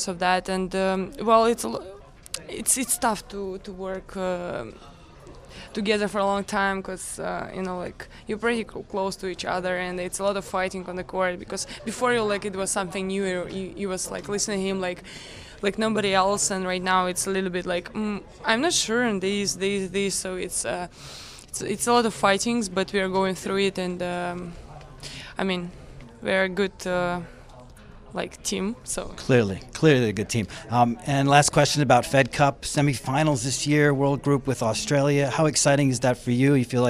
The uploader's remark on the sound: live at the BNP Paribas Open, staring down from Stadium 4 bleachers